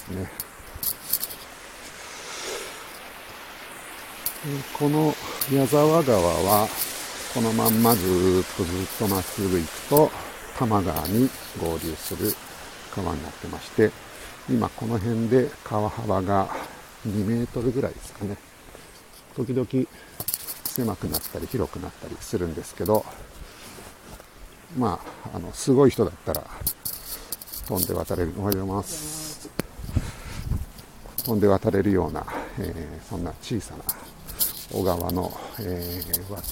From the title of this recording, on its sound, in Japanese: tokyo walk&eat radio LIVE 等々力渓谷さんぽ